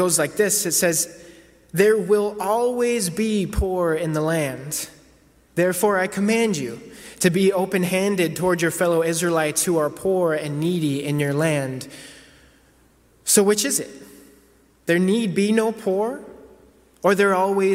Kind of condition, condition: setting, large echoing room